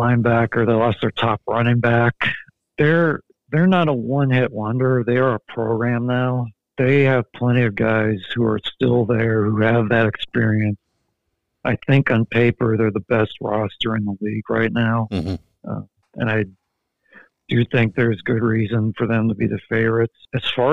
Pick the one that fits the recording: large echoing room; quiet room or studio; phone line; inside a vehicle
phone line